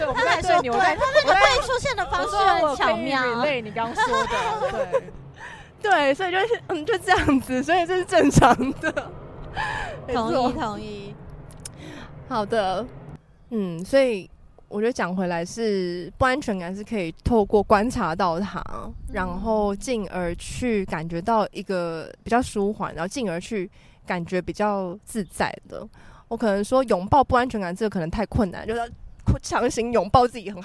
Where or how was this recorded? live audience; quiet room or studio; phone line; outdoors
outdoors